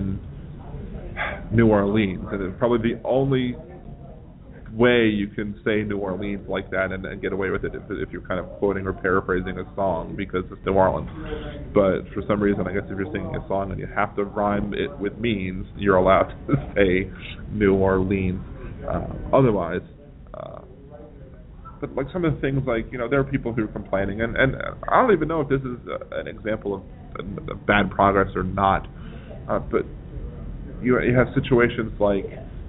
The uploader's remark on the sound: Broadcasting live from Rising Tide X at Xavier University. I will have an open mic to join in the conversation live or you can call in as usual.